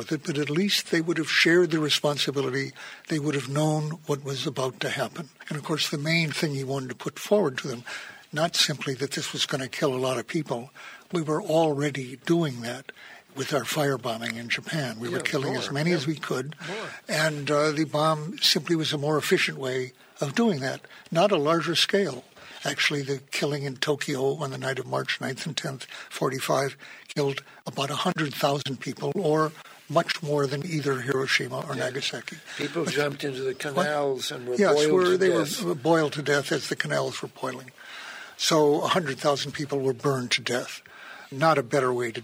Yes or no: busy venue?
yes